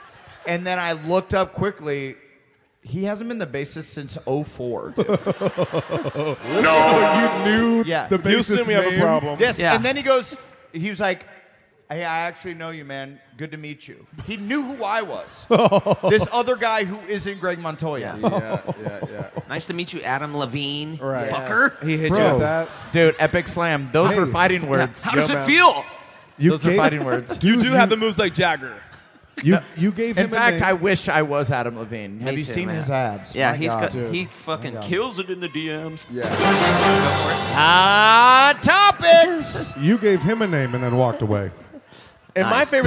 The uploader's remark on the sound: Live from Houston!